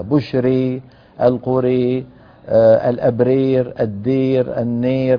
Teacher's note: بإمالة فتحة الراء والألف التي بعدها، بشري القري الأبرير الدير النير، كل هذه يميلها أبو عمرو البصري رحمه الله.